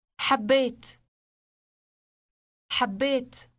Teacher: Note the initial hard H sound produced with friction and the elongated B sound.